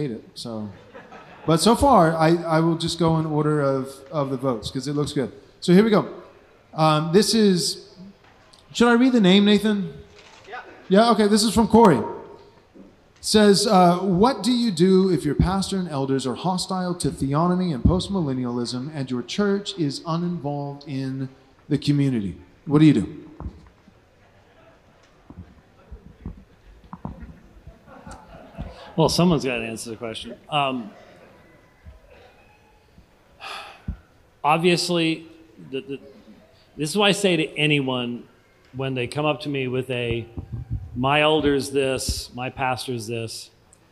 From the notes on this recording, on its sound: This is the First Panel from our Theonomy & Postmillennialism Conference.